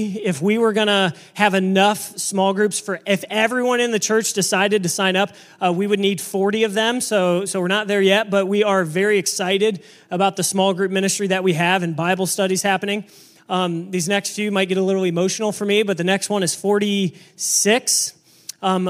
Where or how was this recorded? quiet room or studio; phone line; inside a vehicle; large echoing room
large echoing room